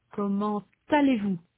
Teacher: a consonant T is pronounced between comment and allez · Term: liaison